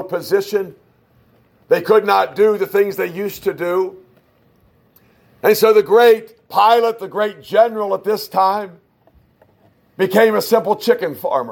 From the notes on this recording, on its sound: a message preached at Shippensburg Independent Baptist Church in July of 2021